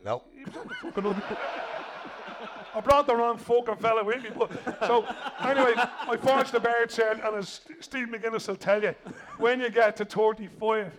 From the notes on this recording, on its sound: Joined us on stage. LOI Central Live.